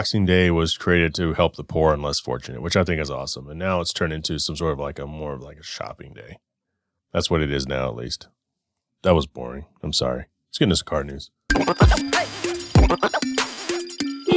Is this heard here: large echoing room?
no